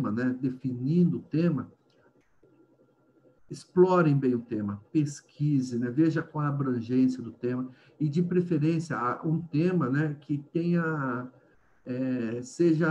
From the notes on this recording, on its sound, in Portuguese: Eles são os convidados do primeiro FEBRACE Meets. Encontro virtual realizado e gravado em 30/07/2020.